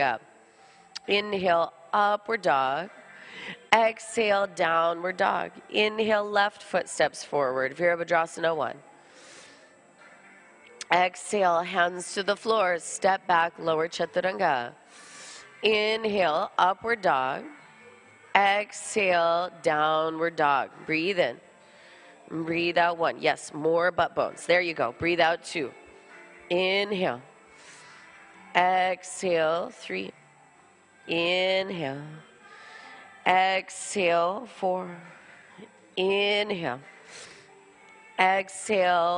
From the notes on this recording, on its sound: This jivamukti yoga open level class was recorded at Jivamukti Jersey City